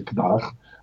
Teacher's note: It's pronounced a kdach. There is no consonant at the beginning.